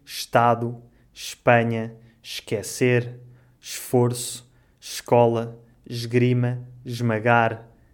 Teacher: Com a letra E, há ainda uma outra situação específica, que é quando o E é seguido de um S e de uma consoante. Normalmente, nesta situação, o ES pronuncia-se sh ou j.